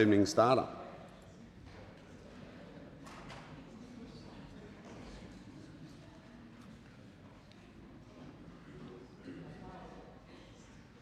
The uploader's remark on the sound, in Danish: Møde i salen